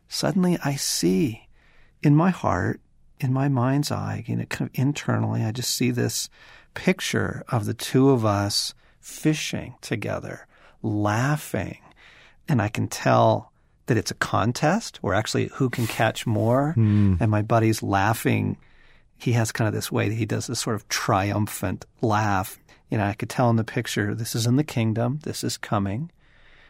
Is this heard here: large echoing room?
no